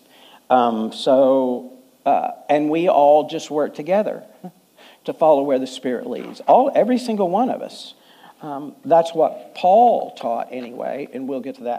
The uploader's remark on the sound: Full Sunday Service